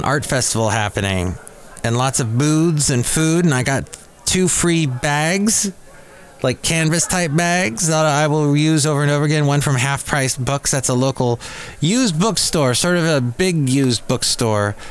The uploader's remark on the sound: podcasts live from Café Anyway